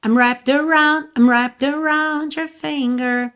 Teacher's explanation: Mas esse I'm é muito sutil. Você praticamente ouve mesmo wrapped around your finger. Tá? Mas tem um I'm muito sutil.